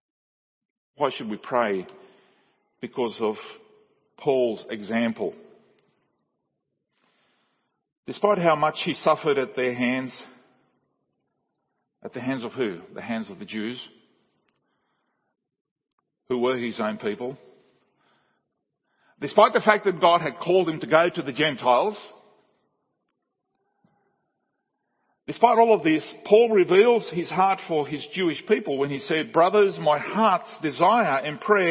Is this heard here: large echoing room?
yes